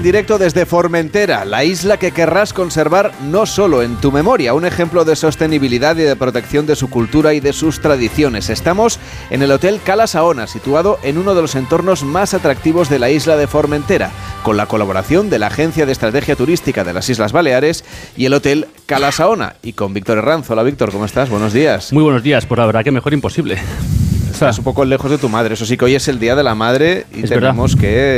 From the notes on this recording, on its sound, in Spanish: Emitimos en directo desde el Hotel Cala Saona de Formentera.